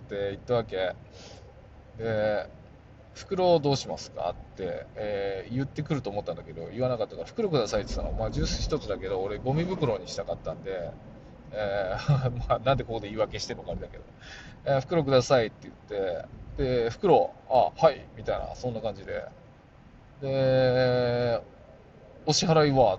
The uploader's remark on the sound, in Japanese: 運転中 あの日の車からボツにした声。今年の8月に収録しボツとした音声。